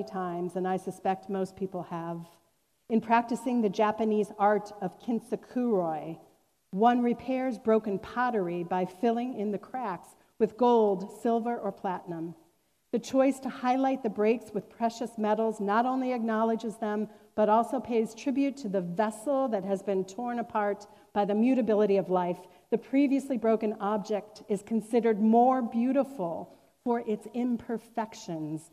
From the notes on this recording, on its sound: Recorded on July 25, 2021, at Fairmount Presbyterian Church in Cleveland Heights, Ohio.